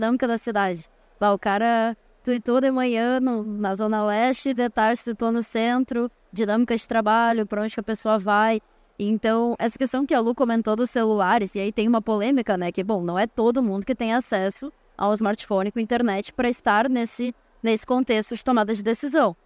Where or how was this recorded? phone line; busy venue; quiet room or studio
busy venue